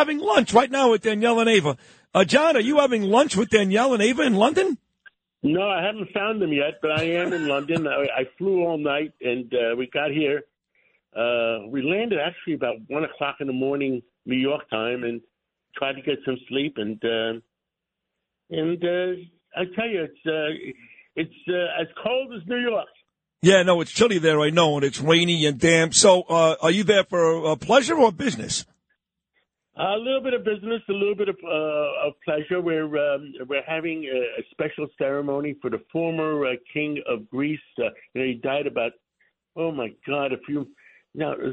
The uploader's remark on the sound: Calls in from London, United Kingdom.